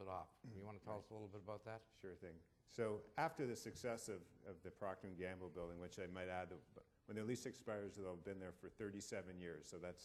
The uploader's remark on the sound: Attendants at ULI’s 6th Annual Fireside Chat listened silently. 2014 Fireside Chat.